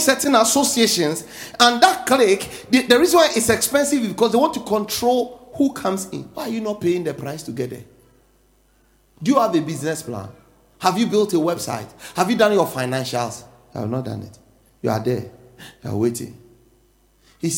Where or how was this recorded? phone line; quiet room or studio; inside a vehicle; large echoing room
large echoing room